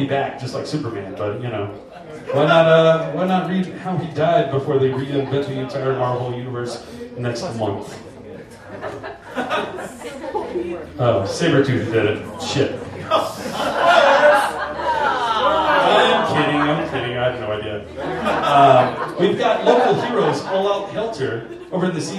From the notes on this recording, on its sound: MOSTLY HARMLESS LIVE IS BACK! Recorded in front of a "studio" audience at Mutiny Information Cafe in Denver!